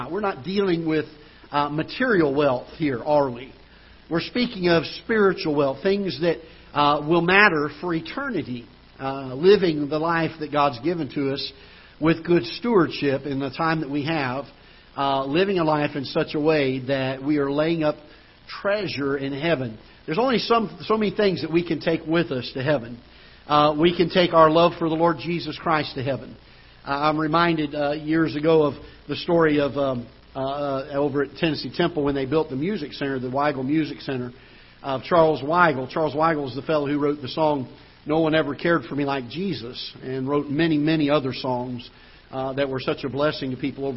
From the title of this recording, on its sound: Ketha Heights Baptist Church ~ Live Broadcast